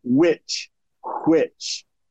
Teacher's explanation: Another feature, the voiceless W